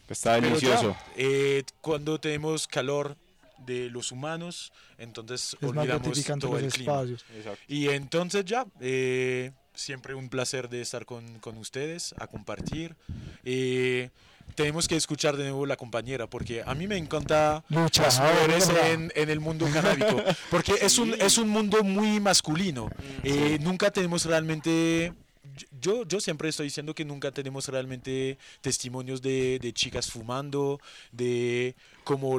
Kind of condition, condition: setting, busy venue